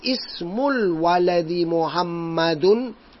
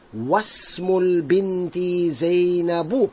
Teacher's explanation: But you'll find in the beginning of the sentence, I pronounce the hamza. · Shown in: first take · I said ismul waladi Muhammadun.